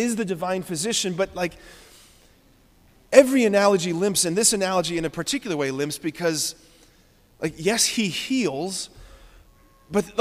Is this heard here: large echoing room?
yes